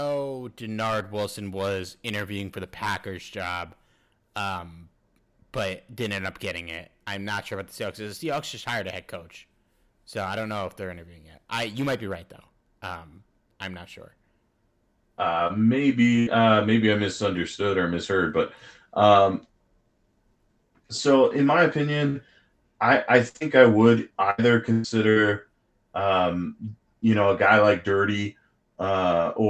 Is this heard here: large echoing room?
no